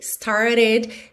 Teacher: Lembrando que esse E aí da palavra started é pronunciado, ok? E esse T, o segundo T, started, ficou reduzido para rarara, muito comum na pronúncia americana